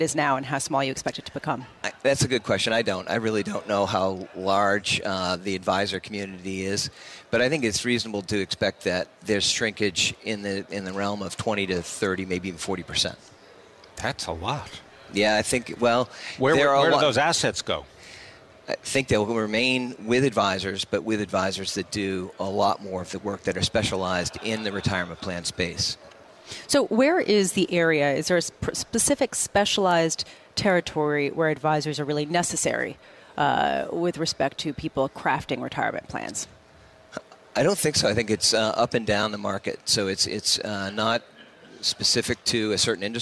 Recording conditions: busy venue